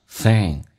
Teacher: Thing 也是后鼻音，咬舌，舌尖往上只搭一下